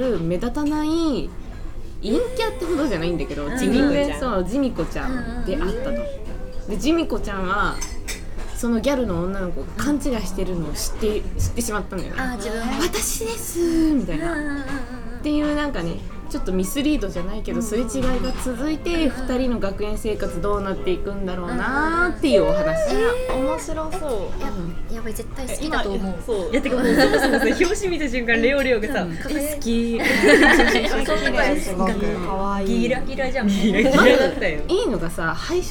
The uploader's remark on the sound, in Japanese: ファミレスでの収録のため、まわりのがやがやと一部聞き取りにくい箇所があるかもしれません